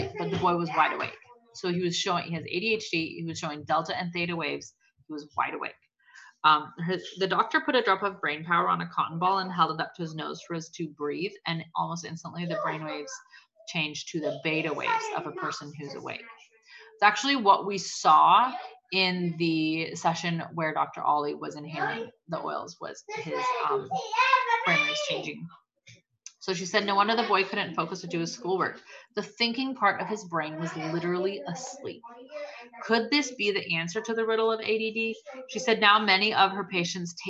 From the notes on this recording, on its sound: The final night of the cleanse series, beware this episode has LOUD background noises as we recorded at a friend's house during a massive blueberry + peach pickup!!!!!